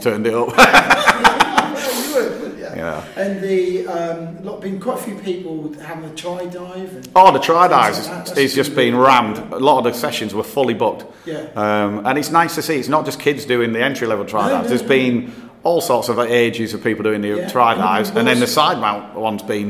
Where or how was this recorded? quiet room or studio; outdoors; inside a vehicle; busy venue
busy venue